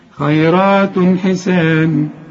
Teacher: طب والوصل برضو أغن النون دي، فيهن خيرات خاء، كل خاء في القرآن مدام مفتوحة خاء، الياء هنا مرققة، الراء بالمد بتاعها مفخم لأنها مفتوحة، خيرات، التاء اللي عليها الضمتين بعدها الحاء، الحاء من حروف الإظهار ما تغنش، خيرات حسان، ما تقولش خيرات وتقول عليها تنوين، لا خيرات حسان، حسان كل الحروف مرققة.